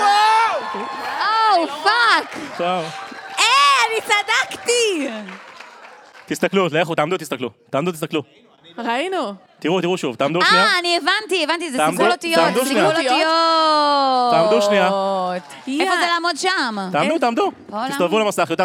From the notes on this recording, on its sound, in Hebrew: הקראה בלייב. באירוע סוף עונה ענקי, מול קהל בסינמה סיטי נתניה!